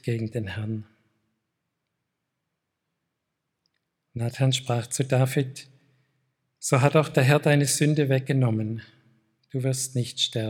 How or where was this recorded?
large echoing room